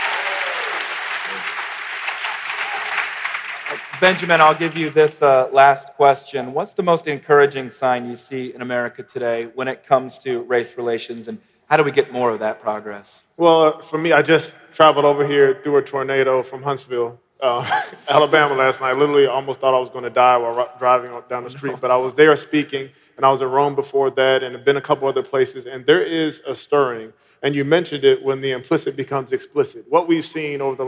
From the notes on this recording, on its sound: panel discussion at our MLK50 conference